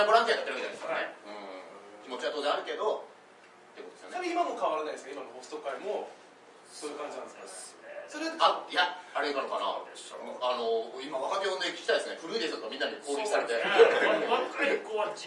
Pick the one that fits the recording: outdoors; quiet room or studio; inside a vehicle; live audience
live audience